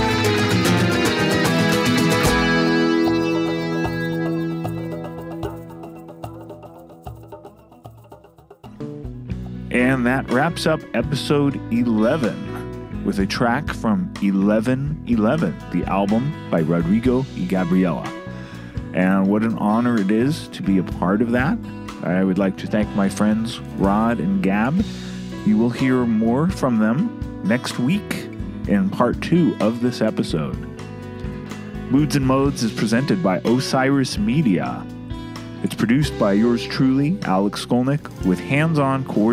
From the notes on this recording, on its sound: Captured the conversation as they shared food and wine overlooking Zihuatanejo Bay, after a day of recording.